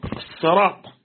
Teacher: وإنما أبدلوا منها صادا لموافقة الطاء في الاستعلاء والإطباق